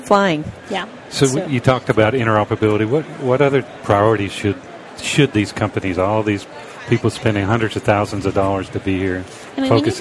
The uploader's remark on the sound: The episodes were broadcast live in CTGHS’s booth at the The HIMSS15 Annual Conference and Exhibition. Live from the HIMSS 15 Exhibition floor in Chicago.